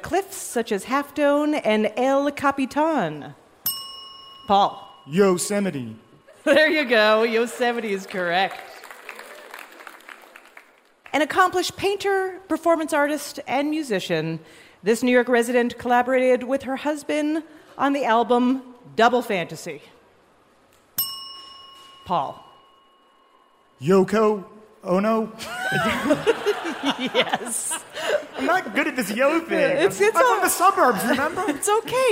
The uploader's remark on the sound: Live from Central Park's SummerStage Festival